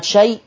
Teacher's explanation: اللين المهموز لورش يمد 4 أو 6 · Term: لين مهموز